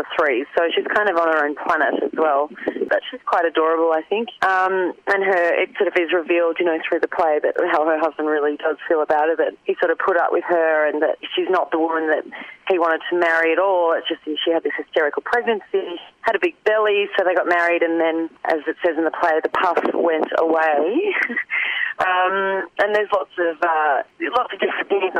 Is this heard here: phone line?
yes